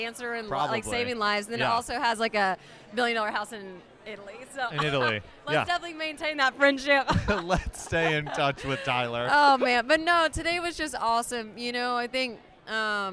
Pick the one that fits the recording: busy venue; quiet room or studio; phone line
busy venue